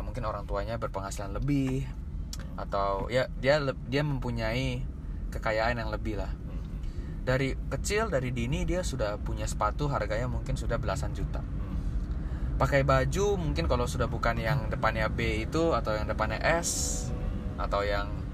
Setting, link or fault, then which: fault, background noise